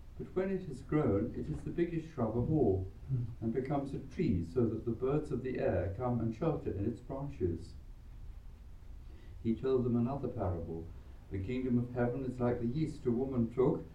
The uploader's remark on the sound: Recorded live at Southgate House